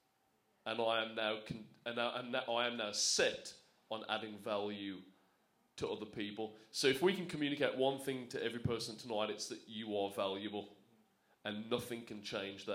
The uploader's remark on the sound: This is our second live recording